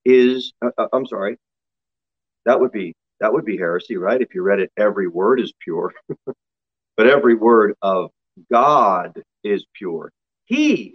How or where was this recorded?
large echoing room